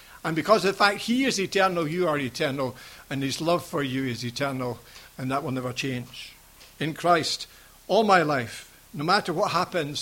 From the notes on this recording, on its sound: Recorded at freedomcentre church, Preston on Sunday 2nd August 2015